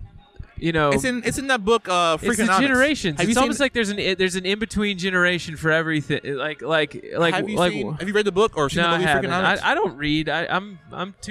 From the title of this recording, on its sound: Live from The Lamp